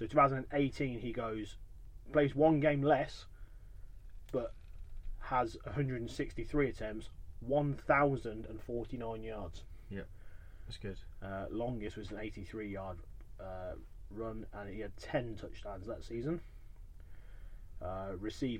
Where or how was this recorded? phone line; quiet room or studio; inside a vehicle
inside a vehicle